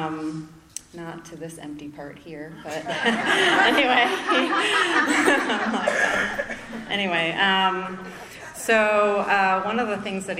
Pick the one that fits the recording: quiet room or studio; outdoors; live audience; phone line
live audience